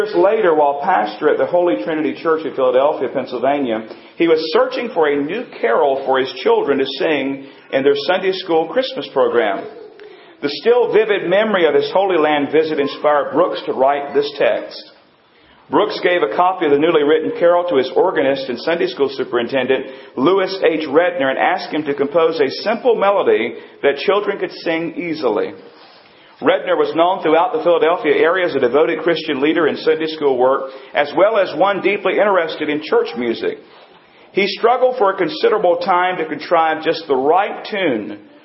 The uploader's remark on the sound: Recording includes part of our Christmas Service